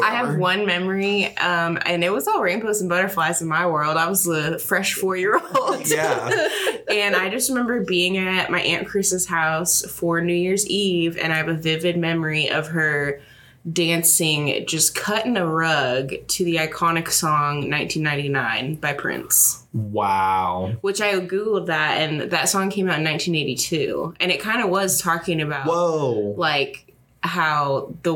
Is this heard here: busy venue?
no